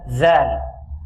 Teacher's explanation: طرف اللسان مع طرف الثنايا العليا · Term: الذال